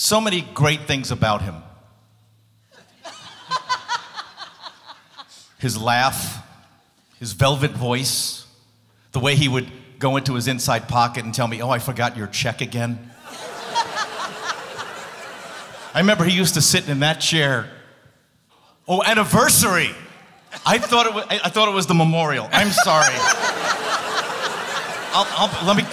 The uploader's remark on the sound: Live at the South Point Casino